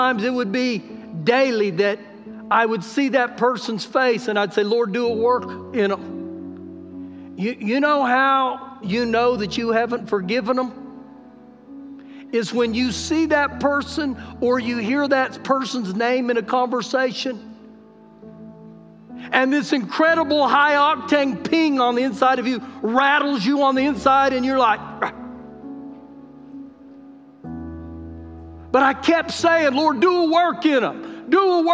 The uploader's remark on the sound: Recorded live during our Sunday morning service